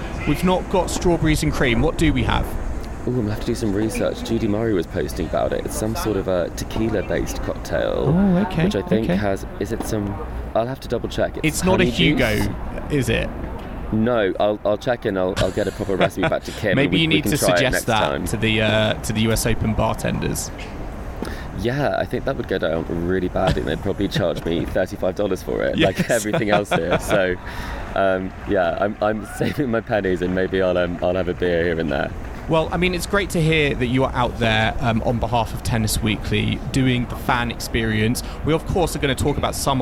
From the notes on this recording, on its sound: We are live from the US Open. Is courtside in New York and reporting live from the grounds.